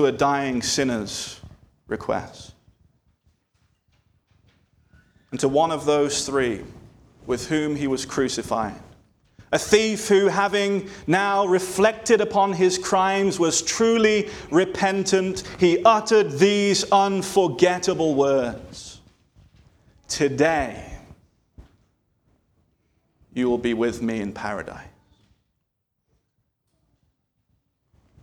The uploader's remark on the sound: This sermon was delivered on November 12, 2023 at Antioch Presbyterian Church, a mission work of Calvary Presbytery of the Presbyterian Church in America located in Woodruff, South Carolina.